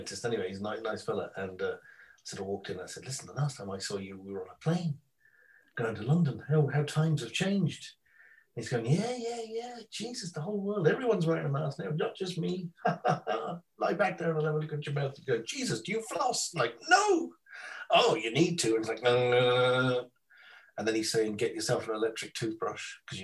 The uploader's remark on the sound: He's in Clare and I'm in Kildare, we don't see each other from one end of the week to the other but then for one hour we get together on Zoom.